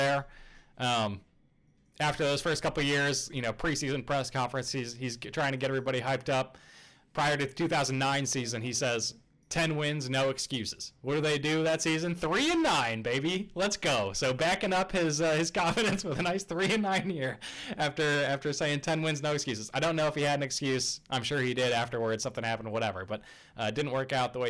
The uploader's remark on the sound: Very sorry for the distorted audio in this one. Not sure what happened to my microphone to cause this.